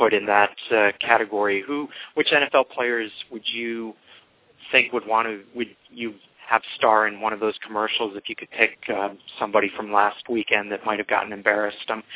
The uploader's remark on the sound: fan interaction via phone